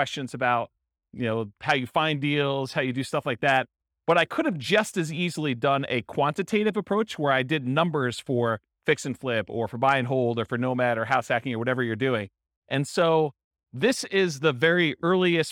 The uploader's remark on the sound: This was a live class recorded.